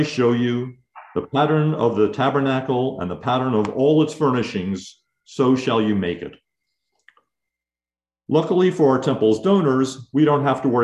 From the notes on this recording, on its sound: recorded at Temple Beth-El on February 5, 2022